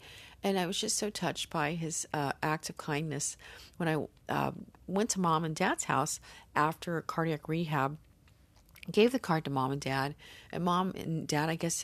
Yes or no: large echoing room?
no